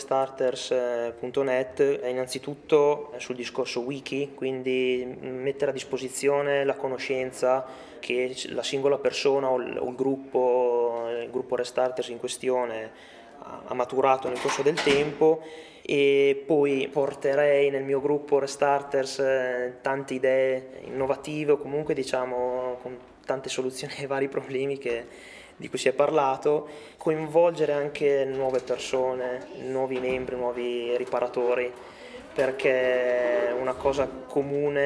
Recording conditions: busy venue